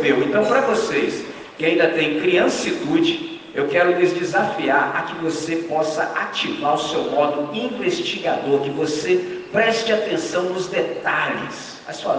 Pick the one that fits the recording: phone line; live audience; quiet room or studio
live audience